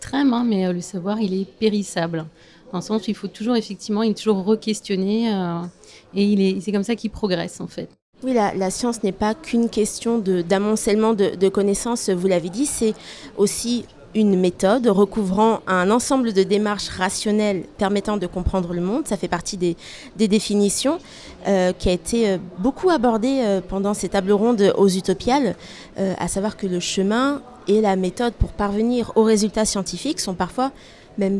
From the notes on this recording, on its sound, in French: Une émission enregistrée en direct des Utopiales